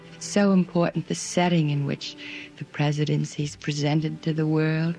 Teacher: The unmistakable, breathy voice of Jackie Kennedy